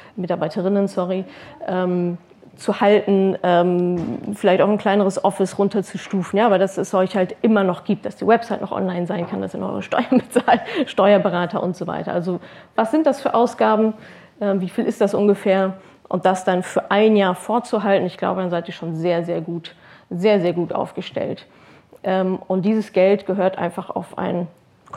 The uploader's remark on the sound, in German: Hörst du meinen Vortrag vom Unternehmerinnen-Tag der IHK in Berlin, zu dem ich eingeladen war.